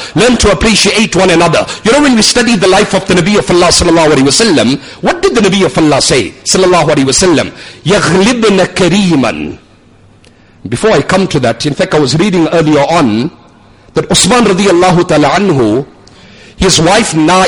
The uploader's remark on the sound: Jumuah lecture at Umhlanga Masjid